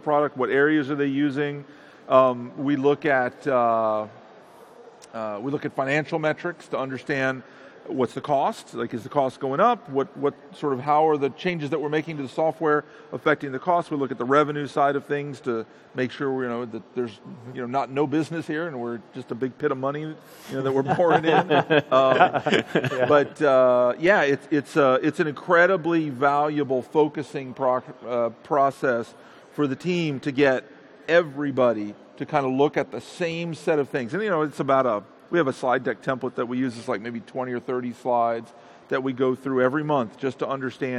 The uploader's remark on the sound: Live at Ignite 2015.